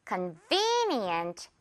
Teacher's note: V 부분은 강세도 있고 장음도 있어요. 장음이라 함은 길게 끌어주세요.